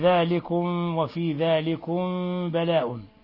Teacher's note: بعض الملاحظات الطفيفة مثل ذلكم وفي ذلكم بلاء يعني أول شيء الميم الساكنة مع الباء هذا إخفاء